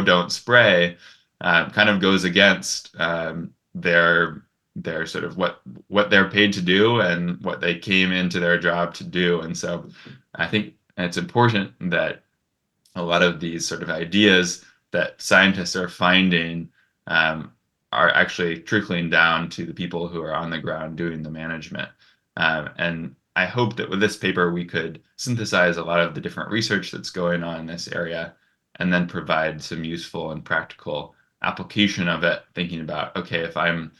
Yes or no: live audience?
no